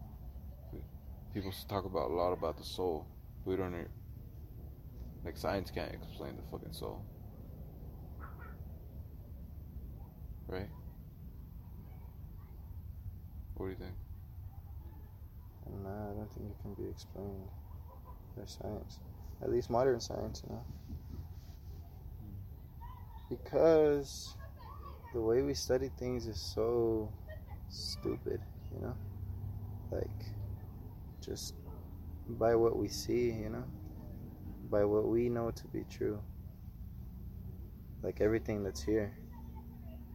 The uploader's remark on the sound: outside enjoying the fresh air